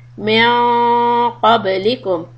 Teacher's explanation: Try to keep the back part of your tongue close to qaf so that the sound of the إِخْفَى is heavy.